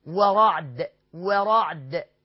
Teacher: والراء مفخمة والدال مقلقلة عند الوقف، وأكد تاني على القلقلة، قول القلقلة ما تتكسرش ولا تتضم ولا تتفتح، هي ساكنة مضطربة، ساكنة مضطربة، ورعد، شوف ورعد بس، لا هي اللي مفتوحة ولا هي اللي مضمومة ولا اللي مكسورة.